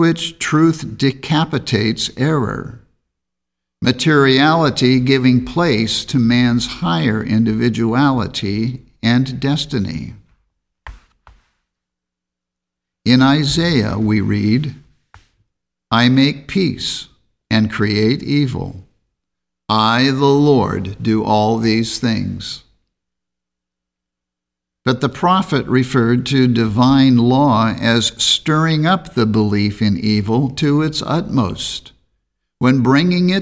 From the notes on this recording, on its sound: The Sunday service audio